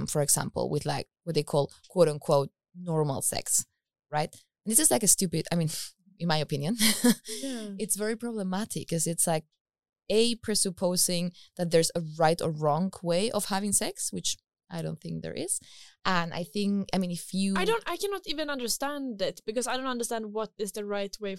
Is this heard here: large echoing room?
no